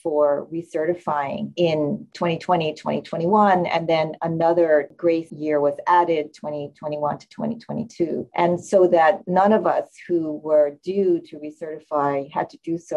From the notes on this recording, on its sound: In this Allergy, Immunology, and Inflammation Assembly podcast, we share a recording of the webinar.